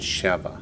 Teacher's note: The accent's on the last syllable. If it's the feminine form, Sheva, the accent's on the first syllable.